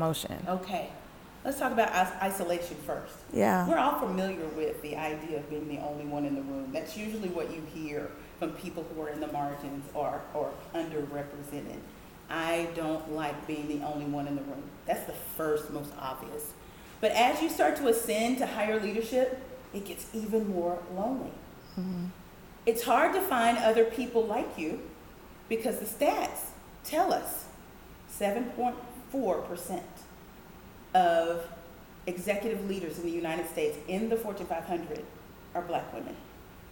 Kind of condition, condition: setting, live audience